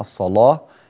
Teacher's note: نغلظ اللام من كلمة الصلاة ونعطيها قدرها وحكمها، الصلاة هكذا هي الرواية في رواية ورش من طريق الأزرق.